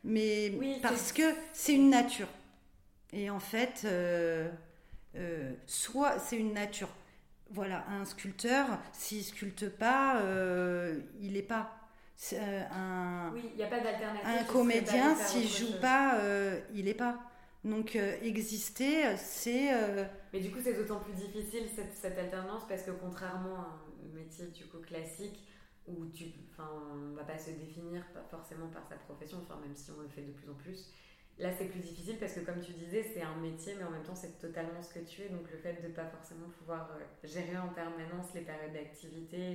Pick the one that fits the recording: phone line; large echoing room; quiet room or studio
large echoing room